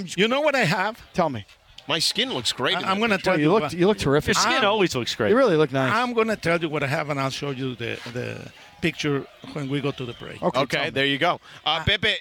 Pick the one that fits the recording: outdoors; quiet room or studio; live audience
outdoors